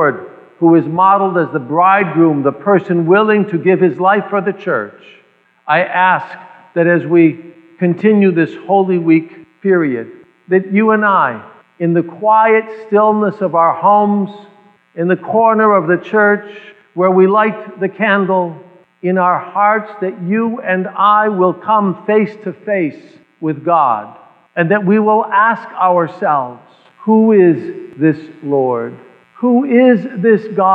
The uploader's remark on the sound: the First Bridegroom Service held at the Holy Cross Church in Farmington Hills, Michigan